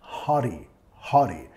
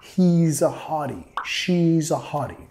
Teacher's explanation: En inglés de los Estados Unidos vamos a usar la R suave